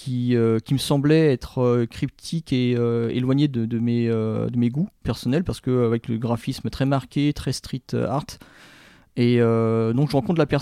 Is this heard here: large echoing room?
no